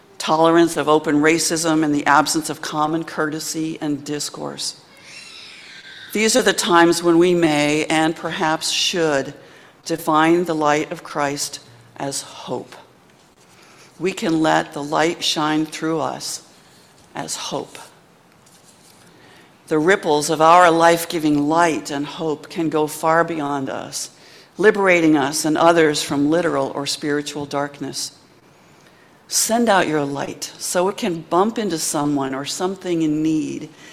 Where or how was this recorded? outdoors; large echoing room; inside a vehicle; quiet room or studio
large echoing room